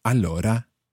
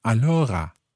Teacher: In certain parts of the north of Italy, particularly towards the French border, you sometimes find that the R sound becomes a little more like a French R · Shown in: second take · like a R. So instead of allora, sometimes you hear allora.